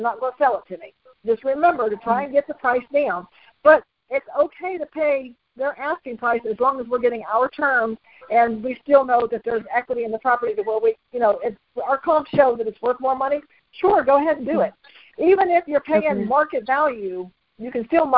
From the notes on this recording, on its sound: Gold Club Q&A Call.